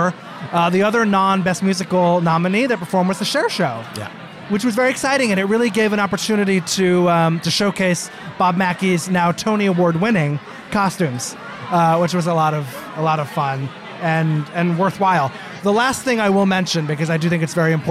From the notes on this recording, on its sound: live from the O&M “After After Party” at The Carlyle Hotel